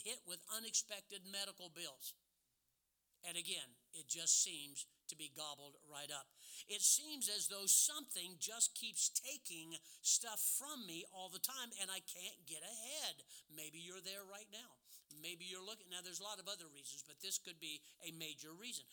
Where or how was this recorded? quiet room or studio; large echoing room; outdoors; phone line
large echoing room